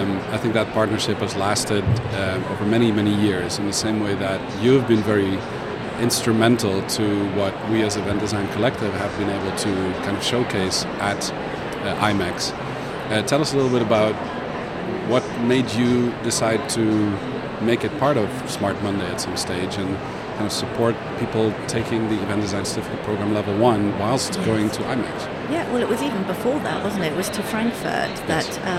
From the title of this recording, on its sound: Live from #IMEXAmerica